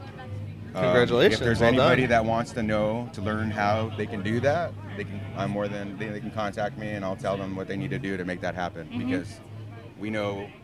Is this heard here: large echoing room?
no